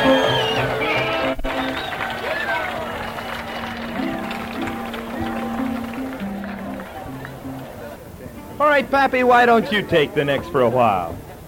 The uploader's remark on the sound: Live Dance Recording of the Santa Monica Jubilee in 1950. Seventy years ago, the Santa Monica Diamond Jubilee was the largest square dance ever, a record held to this day.